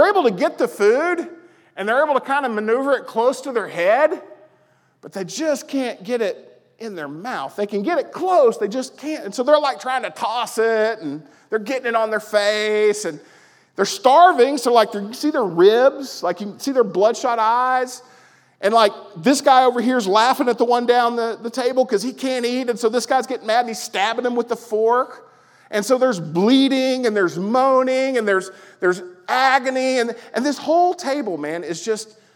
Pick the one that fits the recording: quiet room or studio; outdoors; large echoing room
large echoing room